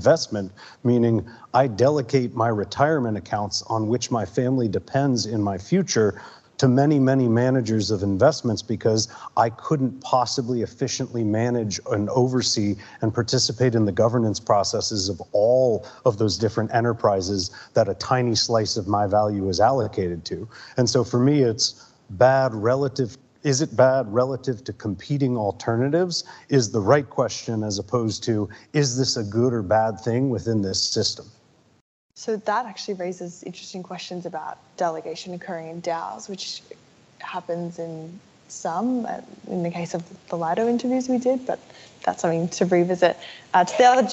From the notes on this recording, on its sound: This episode was recorded live at the ‘What’s Governing Web3?’ conference in Melbourne.